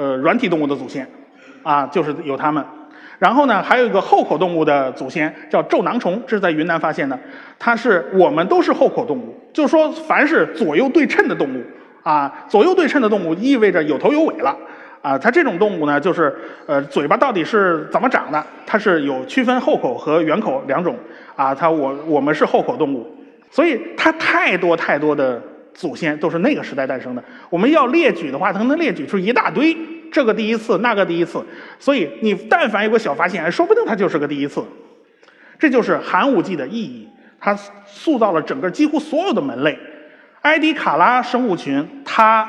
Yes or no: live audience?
yes